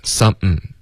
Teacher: 见到的一个发音就是把后面 thing 呢就把它变成一个喉音停顿的音